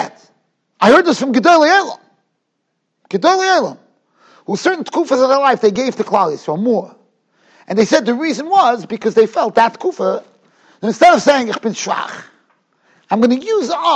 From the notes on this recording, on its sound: Shiur recorded in Yeshivas Ohr Reuven, Monsey, NY.